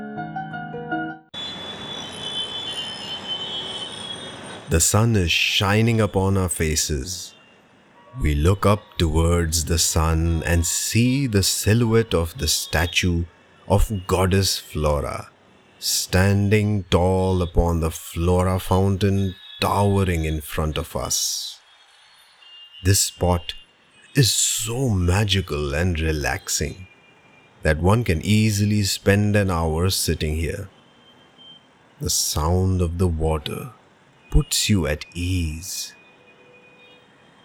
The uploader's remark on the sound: Let’s begin our audio walk from one of the most photographed locations in Mumbai. You and I will visit some prominent buildings, landmarks and food joints with actual ambient sounds and noises. Watch your step as we cross streets and avoid traffic as we go about on this storytelling tour around the Flora fountain & Hutatma Chowk in the Fort area of South Mumbai. Book Street Mumbai - A book lovers paradise, the open air book store.